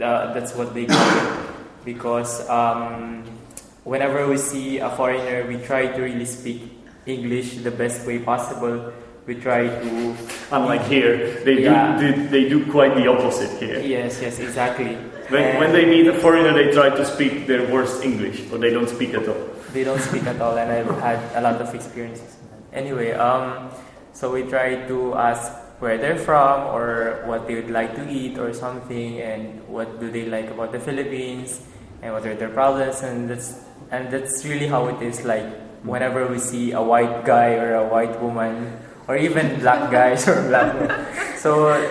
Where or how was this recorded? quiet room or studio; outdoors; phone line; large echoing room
large echoing room